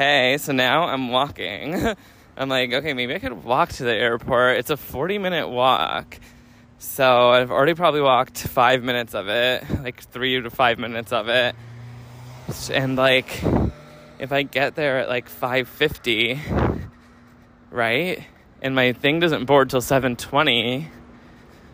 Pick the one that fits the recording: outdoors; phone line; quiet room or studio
outdoors